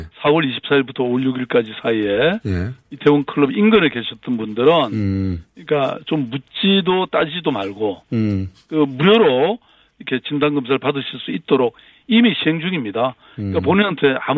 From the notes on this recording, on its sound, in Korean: 전화연결